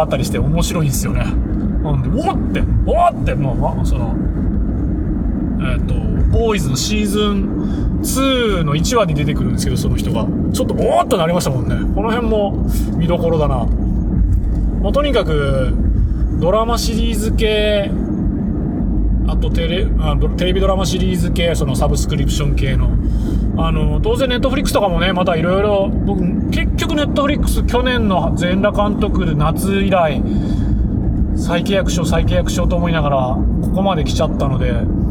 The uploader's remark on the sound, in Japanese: 福岡都市高速を走りながら。福岡都市高速を一周回りながら。